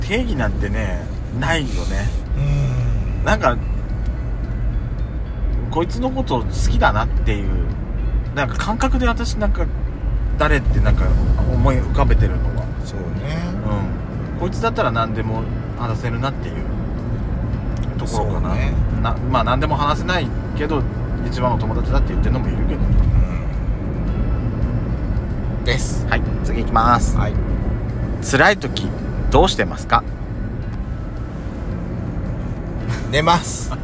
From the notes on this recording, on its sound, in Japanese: ドスドライブ収録 #ロードノイズゴメンね。